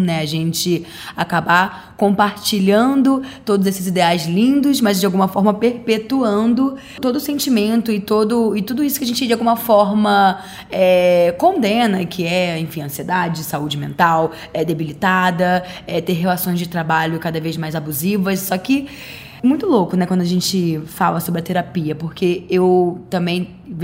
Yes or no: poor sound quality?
no